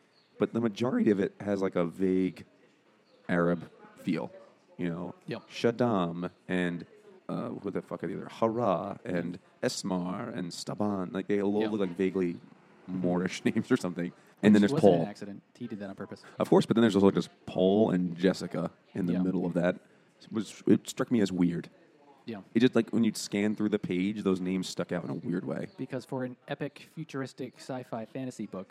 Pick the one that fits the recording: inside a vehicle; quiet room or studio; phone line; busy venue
busy venue